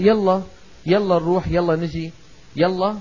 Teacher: يعني انتبهوا لهذه القاعدة: سمع من العرب الكلام الأصلي أن يقال يالله في النداء، يالله بإسقاط همزة الوصل التي صورتها في الخط ألف كالعادة